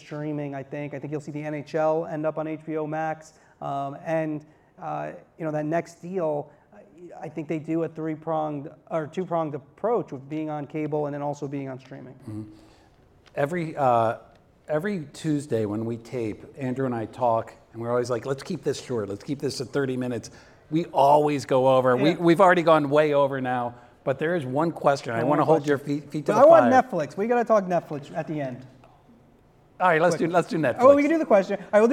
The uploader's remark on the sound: Co-hosted this podcast at SBJ’s Media Innovators conference in New York City. The live audience attending the late afternoon taping.